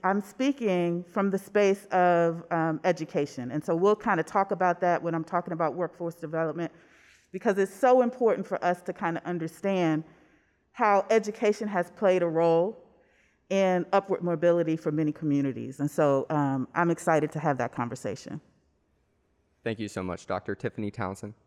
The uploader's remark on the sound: Live Panel. We recorded this "Live" at the River Room at TheClubhou.se.